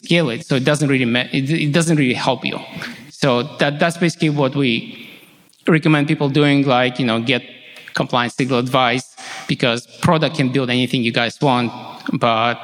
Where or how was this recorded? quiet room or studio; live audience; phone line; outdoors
live audience